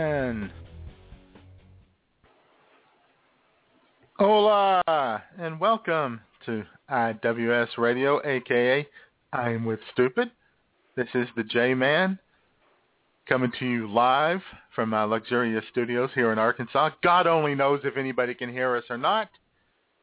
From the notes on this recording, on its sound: We will be broadcasting LIVE from our offices in Redneckville AR., Bagwine, OH, and our provencial office in Ontario, CANADA!! All of that plus your phone calls.